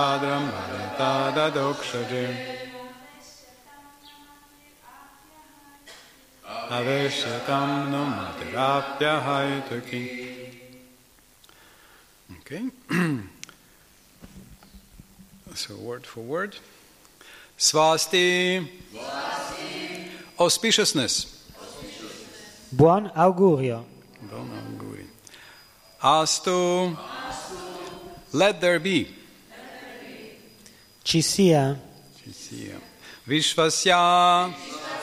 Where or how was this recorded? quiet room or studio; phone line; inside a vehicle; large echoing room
large echoing room